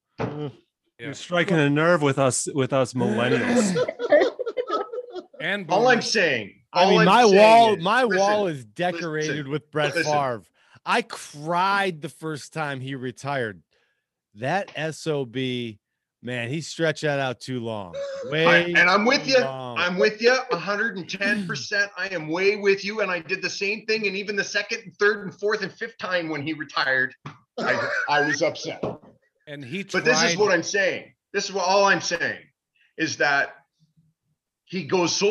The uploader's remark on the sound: Thursday Night got crazy on the Zoom!